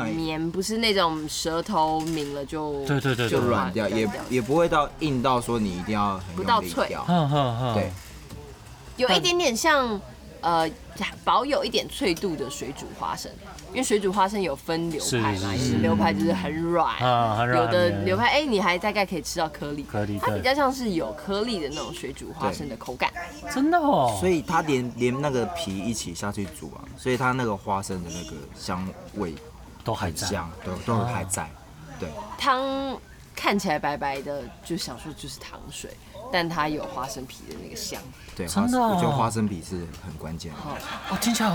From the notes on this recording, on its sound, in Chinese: 跟著我們下山邊走邊聊。錄音地點：草嶺古道。